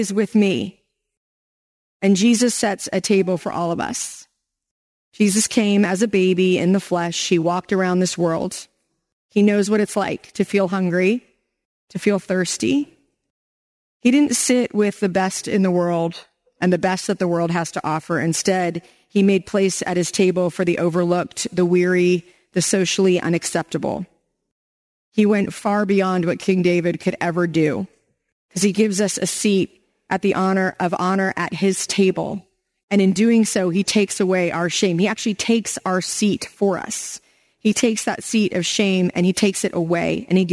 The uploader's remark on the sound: Today you’ll hear a sermon I preached this month at Hill City Church here in Richmond, Virginia.